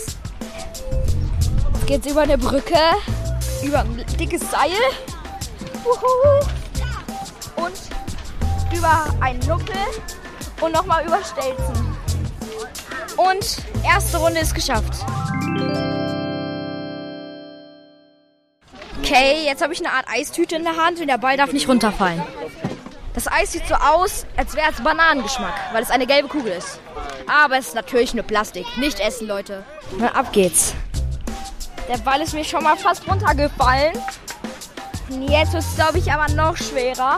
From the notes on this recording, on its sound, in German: Eine Entdeckungstour auf dem KiKS-Festival.